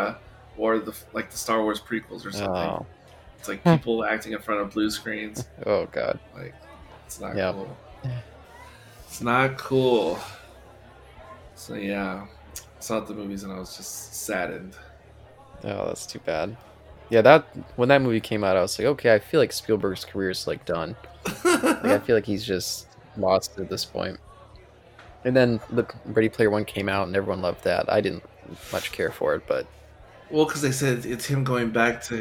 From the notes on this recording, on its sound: The discussion was recorded in front of a live-barside audience.